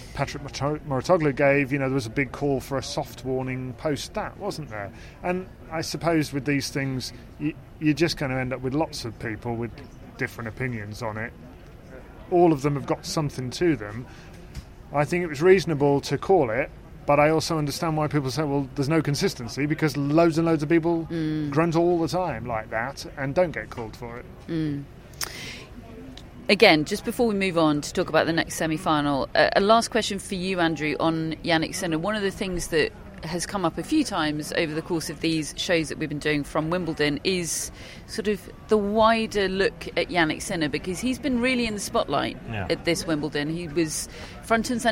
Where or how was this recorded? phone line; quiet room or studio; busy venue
busy venue